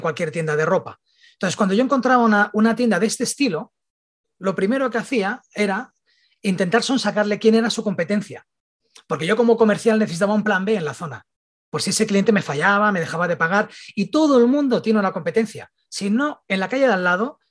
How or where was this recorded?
video call